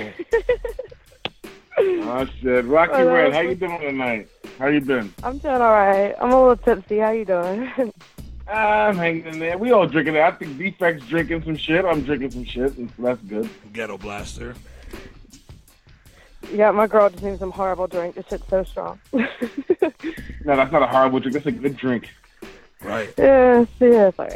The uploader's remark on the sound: calls in to Wicked 101!